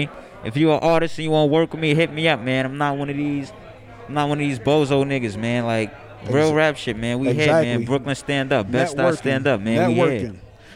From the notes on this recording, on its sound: A live show from Nyc Lab Rats " Spaced Out" Event.